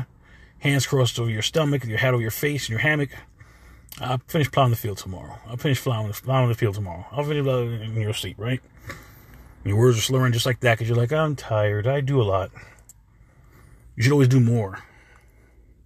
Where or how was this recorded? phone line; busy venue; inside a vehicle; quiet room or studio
inside a vehicle